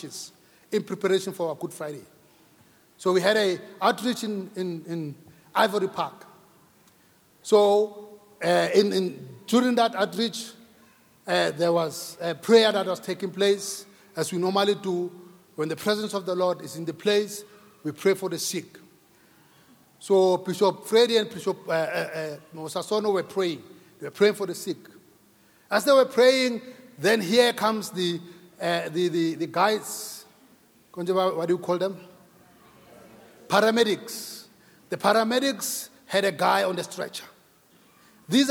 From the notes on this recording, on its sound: Preached at Grace Bible Church Pimville.